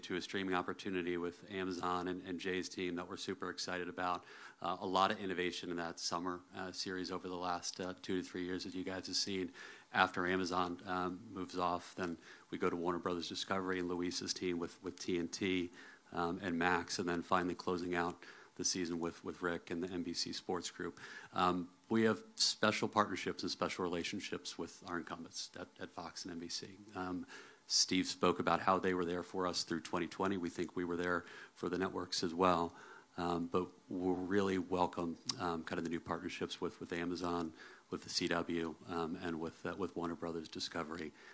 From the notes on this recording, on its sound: Hosted a press conference in Nashville.